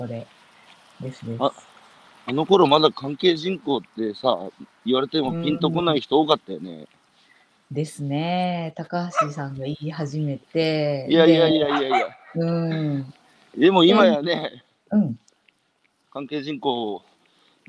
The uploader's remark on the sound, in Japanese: 歩きながら1時間、対談する